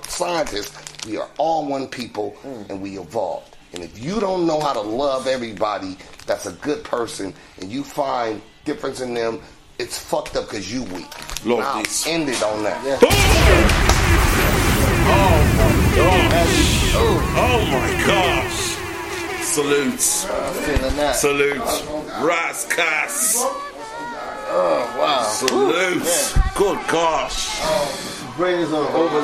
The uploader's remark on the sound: on location at Tone Coffee Shop High Wycombe